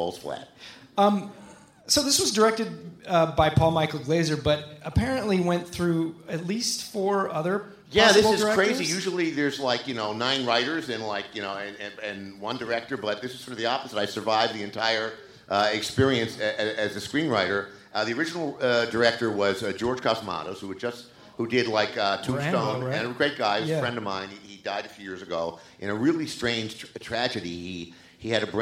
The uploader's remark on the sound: Live from Alamo Drafthouse. Presented by the Alamo Drafthouse and recorded live from The Regent Theater in Downtown Los Angeles.